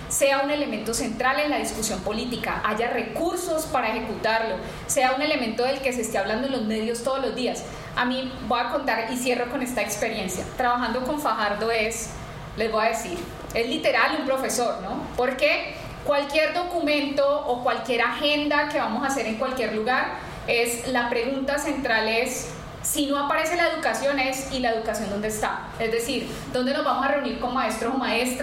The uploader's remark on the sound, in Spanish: Este podcast es el audio editado de un conversatorio que tuvimos el jueves 12 de octubre de 2023 en el marco de la Semana por la Democracia en la Universidad Icesi.